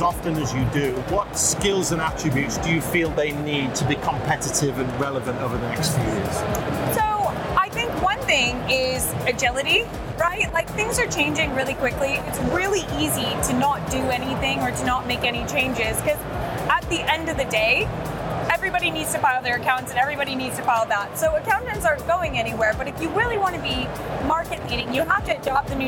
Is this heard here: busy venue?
yes